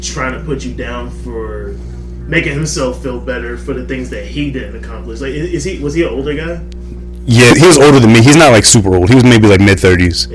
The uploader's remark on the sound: Excuse the audio issues